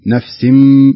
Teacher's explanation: كأن الغنة انتهت فننطقها ميم مباشرة · Term: الإقلاب